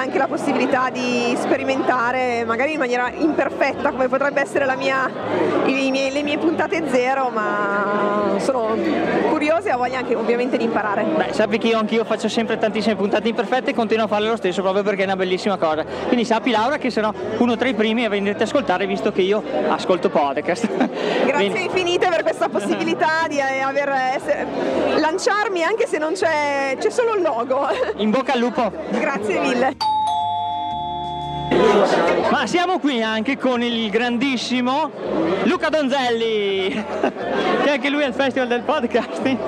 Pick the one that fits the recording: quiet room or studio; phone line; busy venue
busy venue